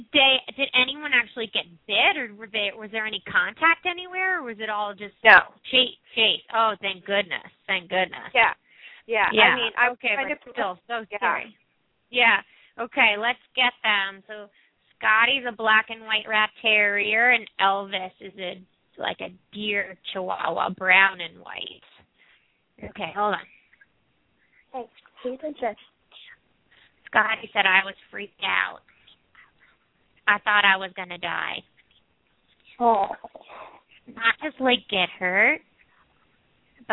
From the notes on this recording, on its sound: open up the lines for listeners to call